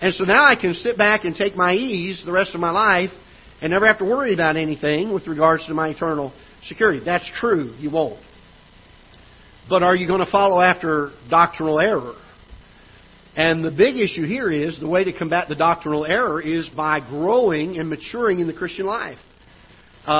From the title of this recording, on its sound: Ketha Heights Baptist Church ~ Live Broadcast